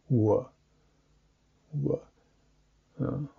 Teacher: W is hardly a consonant even, because the lips of W don't really close